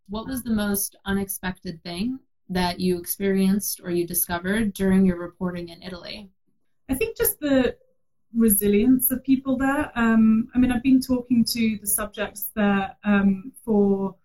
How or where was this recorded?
video call